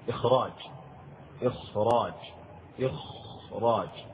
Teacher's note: فمن أجل مراعاة تفخيم الراء فإن الخاء أيضا تكون مفخمة